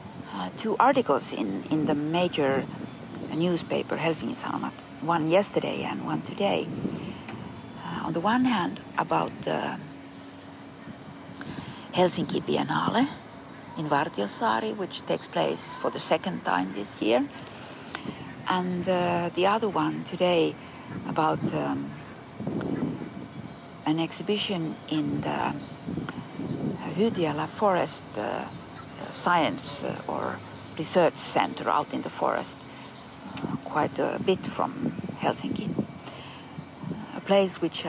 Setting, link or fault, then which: setting, outdoors